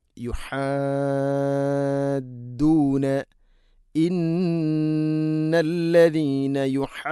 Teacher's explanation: ഇവിടെ മദ്ദ് ലാസിം കലിമി മുസഖൽ, 6 ഹർക്കത്ത് വരെ നീട്ടണം.